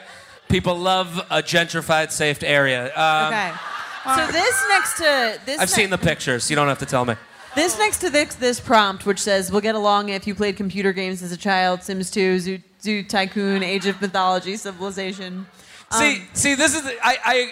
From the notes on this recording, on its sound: recorded live